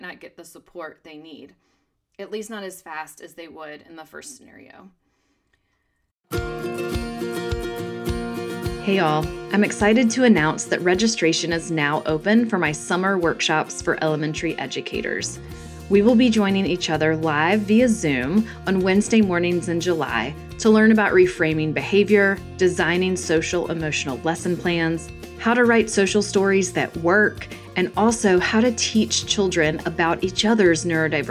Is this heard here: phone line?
no